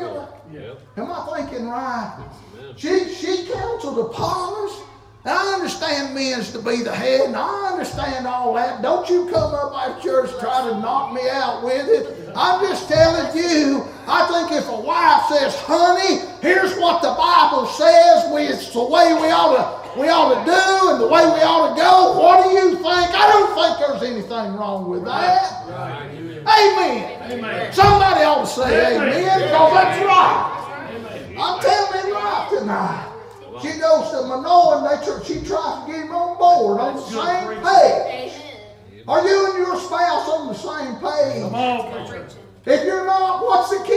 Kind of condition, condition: setting, large echoing room